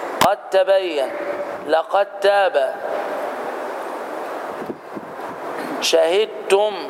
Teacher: الخطأ أن أقول لما شهدتم، والصواب لما شهدتم بإدغام الدال في التاء من قبيل إدغام الحرفين المتجانسين · Term: الإدغام المتجانس